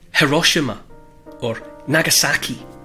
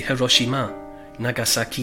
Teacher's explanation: In Japan, when you hear people talk, they would say Hiroshima, Nagasaki, because the whole thing's, every syllable is equally stressed · Shown in: second take